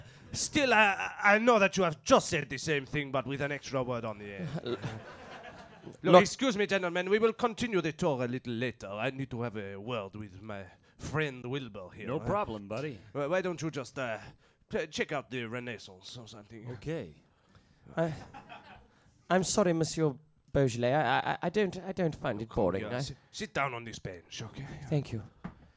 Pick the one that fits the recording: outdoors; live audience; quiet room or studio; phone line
live audience